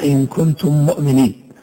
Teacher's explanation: هذه الأمثلة كما هو ظاهر التقت فيها الميم الساكنة وبعدها ميم متحركة، فيتم إدغام الميمين مع بعضهما والنطق بهما ميما واحدة مشددة مع الغنة · Term: إدغاما صغيرا